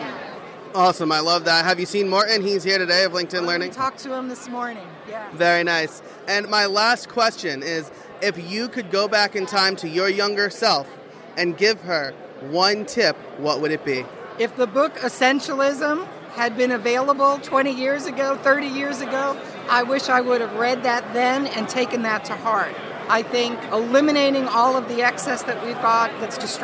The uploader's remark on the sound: Special Episode: Live from WordCamp US 2017. In this very special live episode, I had the opportunity to interview WordCamp US attendees.